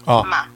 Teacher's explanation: Un primer tono A es un tono alto y sostenido